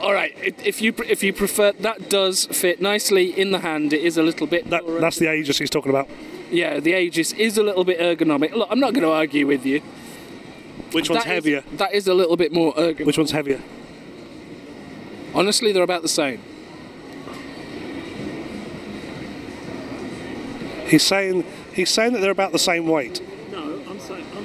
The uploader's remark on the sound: A couple of field recordings from Expo 2022, live at the event.